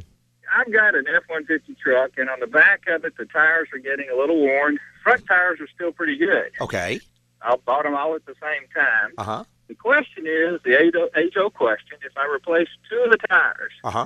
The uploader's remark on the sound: answer calls from listeners in the last live show of 2012